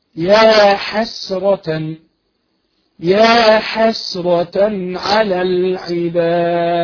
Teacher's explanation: انتبهي لكلمة يا حسرة على العباد. لا تفخمي الحاء